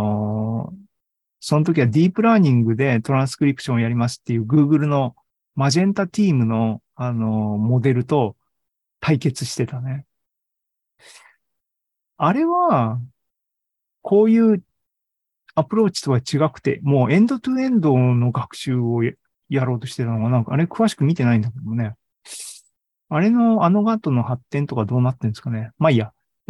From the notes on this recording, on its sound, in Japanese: ２０２２年１１月３０日に開催した ZOOMライブの模様です。